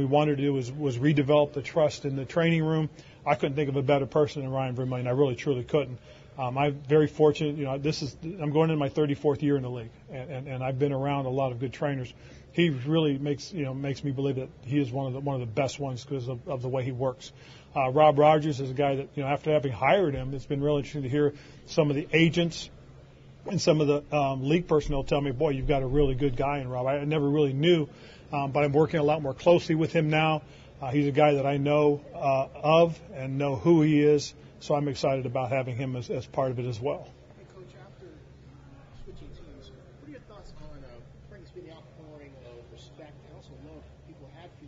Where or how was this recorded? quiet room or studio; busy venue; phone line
busy venue